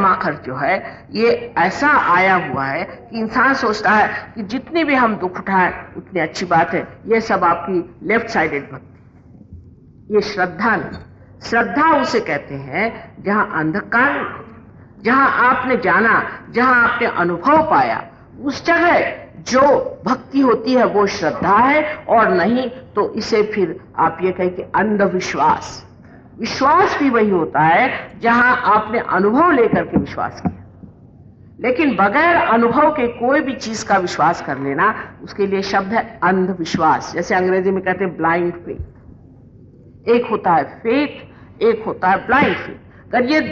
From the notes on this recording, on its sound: Archive audio. Speaking in Hindi at a Sahaja Yoga public program in Delhi, India.